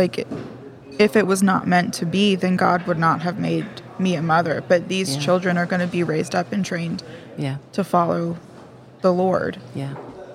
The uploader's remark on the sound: This episode was recorded at Amity Coffee Roasters in Greenwood, DE, as we sipped and savored our conversation and connection over the rims of mugs!